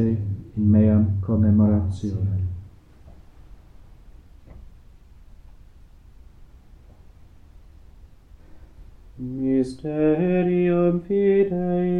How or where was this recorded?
large echoing room